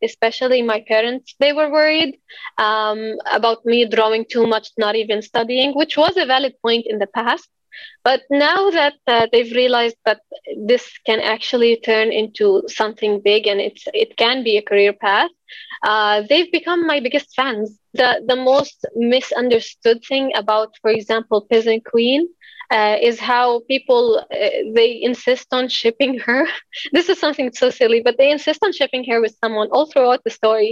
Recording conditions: video call